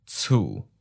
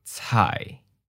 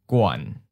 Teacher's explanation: drops down to the lower part, usually to the point where your voice gets kind of creaky